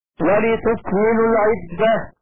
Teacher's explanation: سكون الكاف وتخفيف الميم